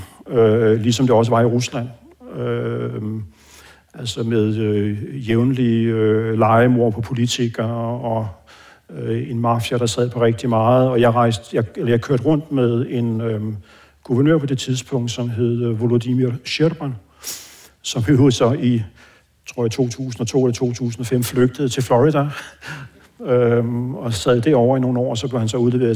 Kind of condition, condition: setting, live audience